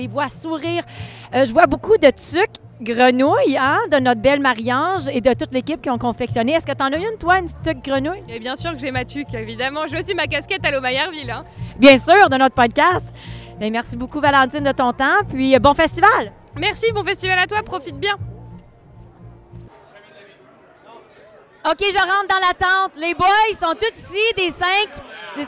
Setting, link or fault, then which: setting, busy venue